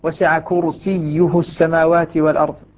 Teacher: بعدها ياء ساكنة ولكن لا تتأثر لا تتأثر أبدا ولا ترقق يعني بين المرء بين المرء وزوجه مثلا الراء هنا جاءت بعدها كسر لا ترقق وسع كرسيه السماوات والأرض الراء مفخمة لا تتأثر، ولا تتأثر بما بعدها، تتأثر بالكسرة أو الياء الساكنة قبلها ولا تتأثر بها إن كانت جاءت بعدها.